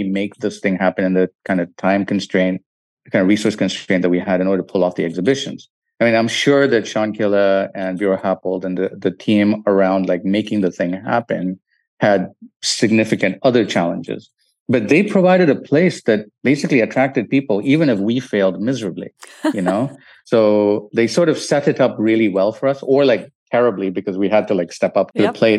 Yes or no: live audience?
no